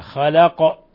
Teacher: إذا وقفنا على القاف نقلقلها